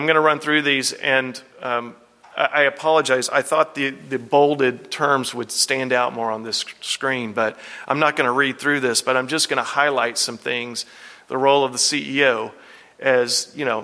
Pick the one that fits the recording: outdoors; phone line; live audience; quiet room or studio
live audience